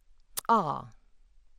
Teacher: The dental click is ah. You will notice that it has an affricated release.